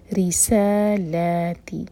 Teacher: را کے نیچے کسرہ تو را باریک رِسَالَاتِ سین پر سیٹی کی آواز کے ساتھ رِسَا دو حرکہ